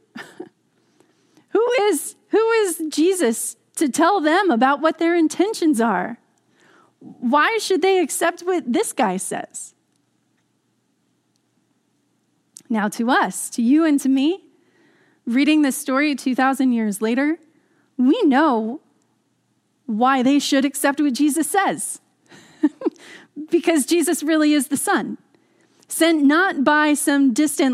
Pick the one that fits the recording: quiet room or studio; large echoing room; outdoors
large echoing room